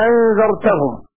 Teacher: قرأ هشام بتسهيل الثانية المفتوحة بخلف عنه والإدخال بلا خلاف، هكذا أنذرتهم.